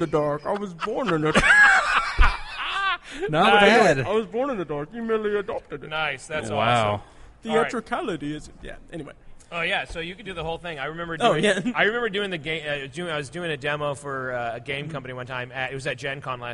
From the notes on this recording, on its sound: Recorded Live at Indy PopCon 2017.